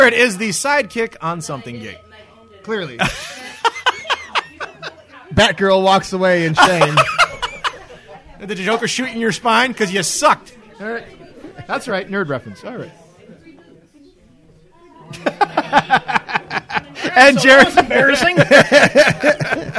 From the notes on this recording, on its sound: When you try and do a podcast while drinking way too much alcohol. RECORDED LIVE DURING THE 2015 TCA SPRING CLASSIC TOURNAMENT.